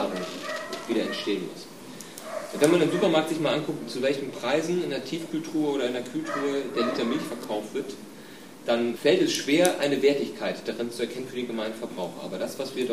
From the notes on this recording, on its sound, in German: Es war relativ wenig Publikum in dem hannoverschen Freizeitheim, aber alle Parteien waren der Einladung gefolgt.